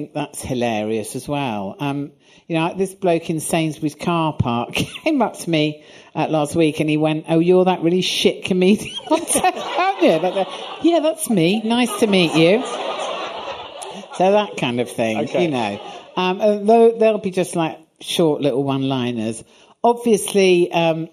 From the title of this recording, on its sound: Live at Soho Theatre